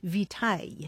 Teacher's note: lost that hard C sound, so it sounded more like vitaille